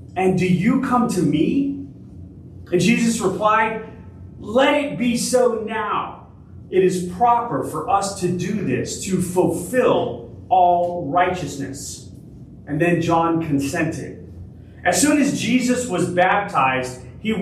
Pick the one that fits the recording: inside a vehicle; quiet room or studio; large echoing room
large echoing room